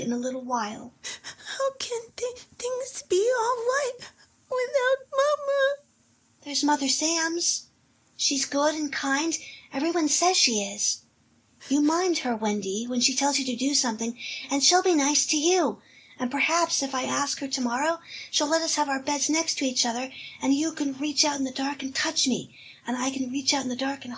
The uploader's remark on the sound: with a far-flung Zoom-based cast